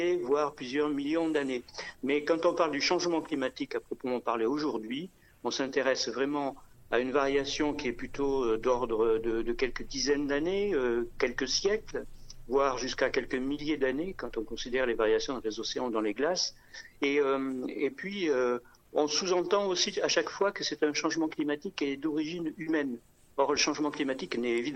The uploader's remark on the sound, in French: Interview par téléphone.